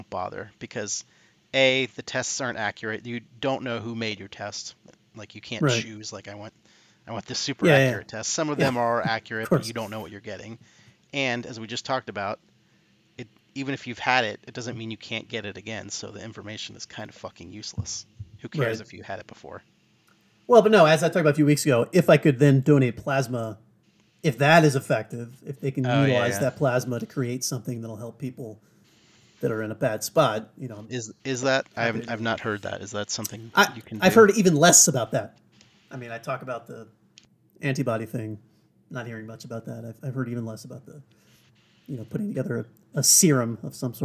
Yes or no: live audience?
no